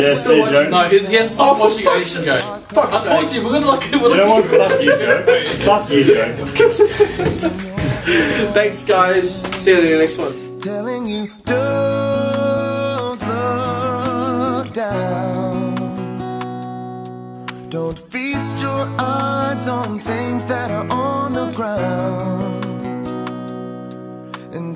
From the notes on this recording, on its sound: Apologies for the poor audio quality as this has been resurrected from facebook's onslaught of audio compression